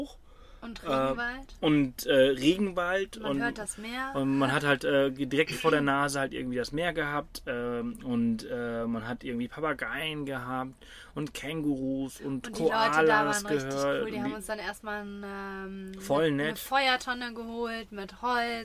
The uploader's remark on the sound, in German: Dieses Mal live aus unserem Britz Camper im wunderschönen Bundesstaat Victoria in Australien.